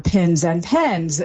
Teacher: if you merge your pins and pens, that would be an accent difference from those that don't